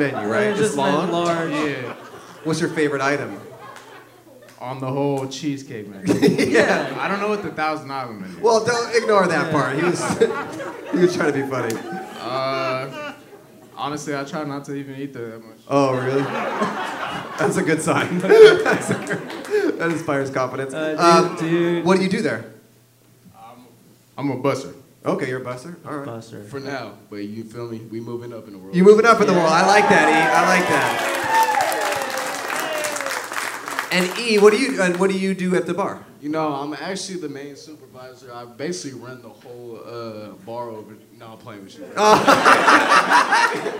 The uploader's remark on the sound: PBO Live in Oakland! A high school teacher reuniting with FOUR of her former students LIVE.